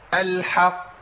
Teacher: القاف المشدده الموقوف عليها دي اعلى مراتب القلقله